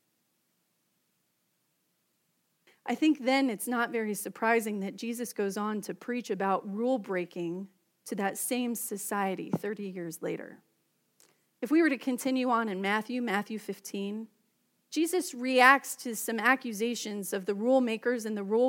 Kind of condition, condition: setting, large echoing room